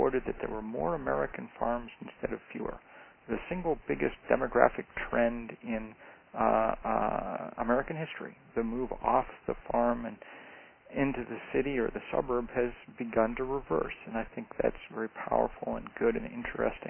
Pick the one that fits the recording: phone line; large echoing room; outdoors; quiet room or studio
phone line